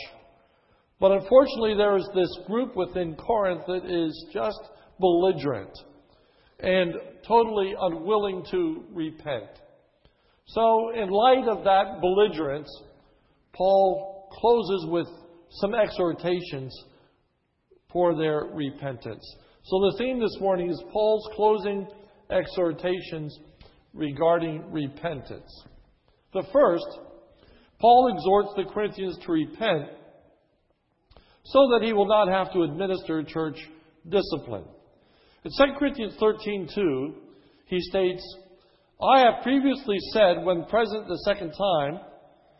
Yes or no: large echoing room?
yes